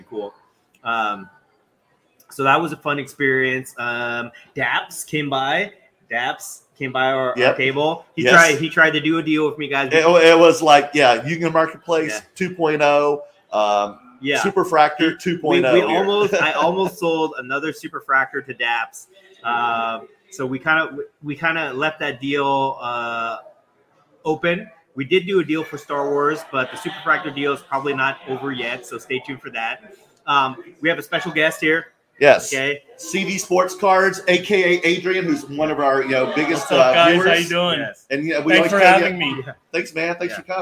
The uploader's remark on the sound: LIVE FROM THE UNION MARKETPLACE CARD SHOW AT DEL MAR, CA FAIRGROUNDS AND RACETRACK